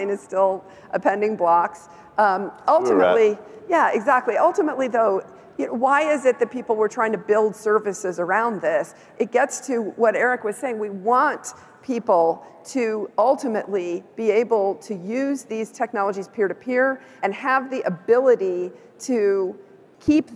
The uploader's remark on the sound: A Consensus 2023 panel